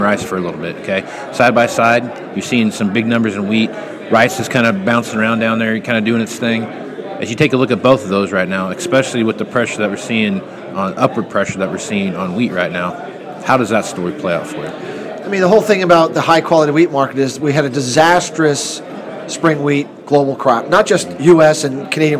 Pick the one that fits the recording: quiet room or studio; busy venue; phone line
busy venue